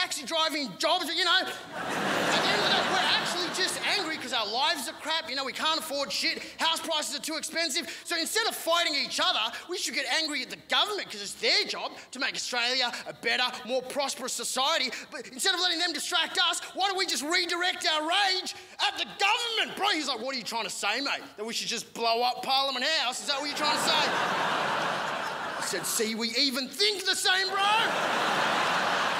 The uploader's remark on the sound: 2016 Melbourne International Comedy Festival Gala